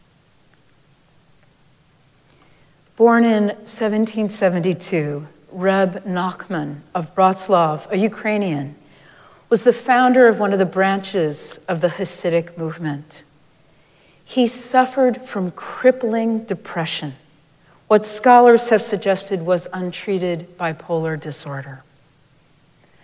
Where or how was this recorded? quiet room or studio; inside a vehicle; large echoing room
large echoing room